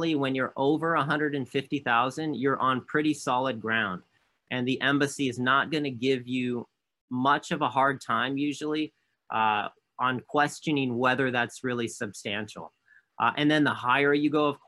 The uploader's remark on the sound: For those joining us on Zoom